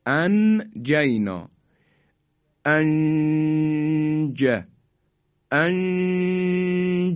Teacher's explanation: همون گونه که عرض کردم دو حرکت هم که مکسی که صورت میگیره صدا در فضای بینی میپیچه · Term: اخفاء حرف جیم